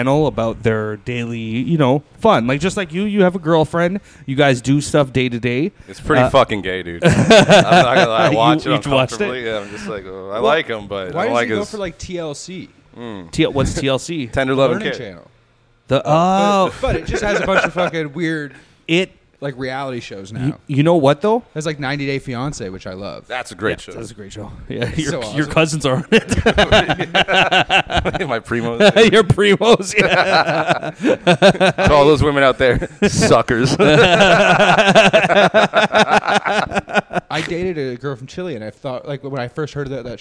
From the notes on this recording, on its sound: recorded at Rivals Sports bar